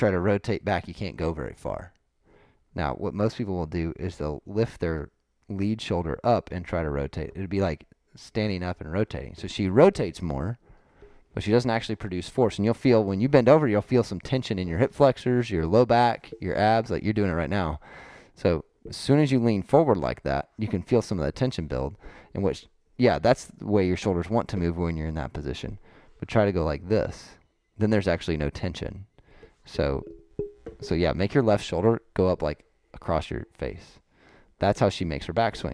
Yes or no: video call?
no